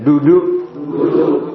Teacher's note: Begitu. Biasanya kalau bilang da itu lidah lidahnya itu digusi.